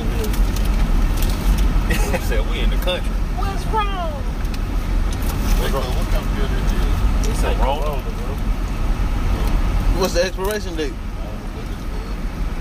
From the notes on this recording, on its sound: This time around we press record in the car. Right outside of Montgomery, AL headed to Pensacola, FL.